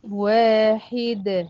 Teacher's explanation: وقفت على الدال وهي من حروف القلقلة فقلقلتها لأنا سكنتها نتيجة الوقت.